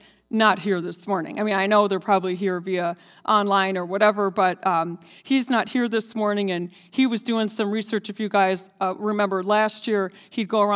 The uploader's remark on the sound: This JAT was recorded live on January 23rd, 2022 at Newark United Pentecostal Church.